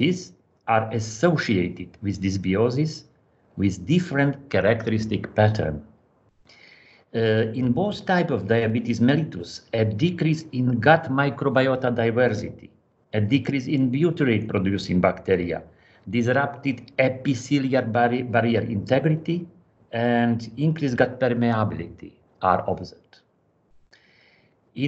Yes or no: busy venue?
no